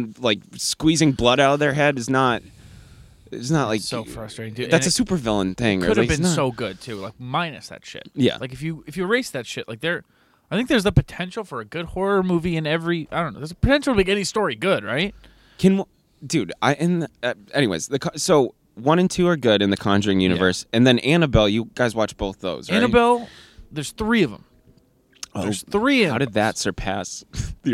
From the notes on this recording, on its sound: OUTSIDE EPISODE.